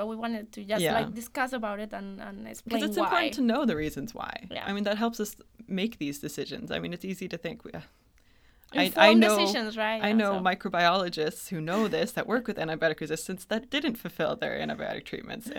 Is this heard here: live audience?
no